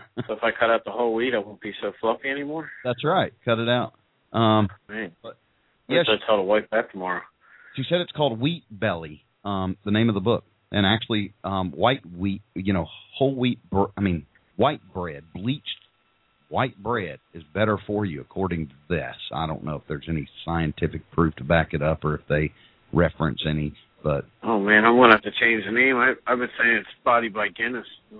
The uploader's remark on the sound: We will be taking live callers questions and comments. Call in during the live Hot Dog Vendor Radio show with your questions or comments.